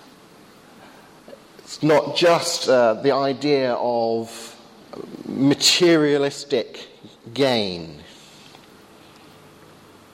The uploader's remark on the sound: Sermon on Psalm 128 at the 8am service, Highfield Church Southampton.